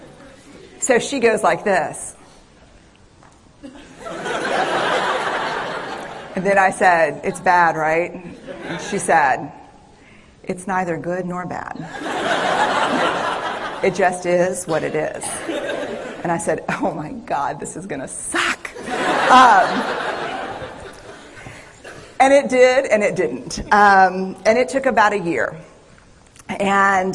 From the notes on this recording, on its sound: This is the audio of a TED talk. Night at Blazing Fire.